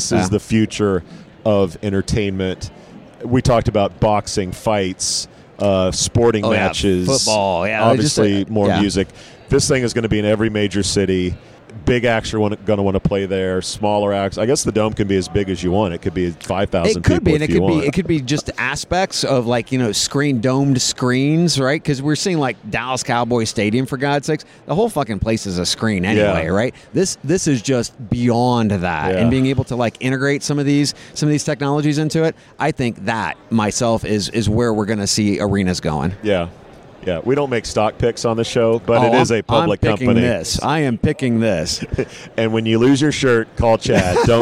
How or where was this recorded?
busy venue